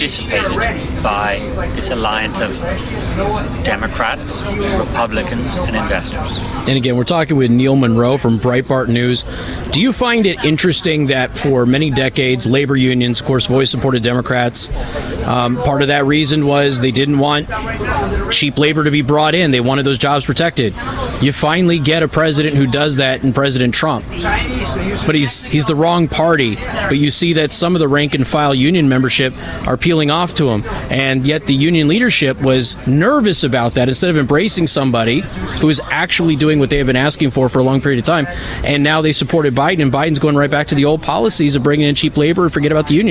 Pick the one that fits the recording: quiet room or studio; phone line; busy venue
busy venue